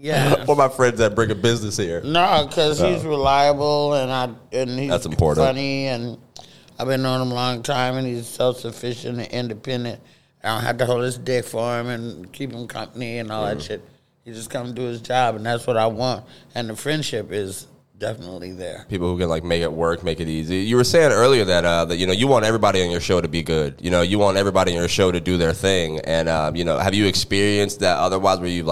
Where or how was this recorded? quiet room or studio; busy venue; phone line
busy venue